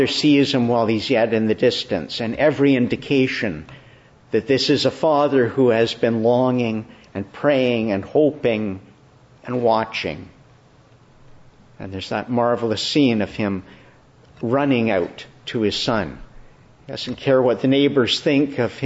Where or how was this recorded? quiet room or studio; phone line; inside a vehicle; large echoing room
large echoing room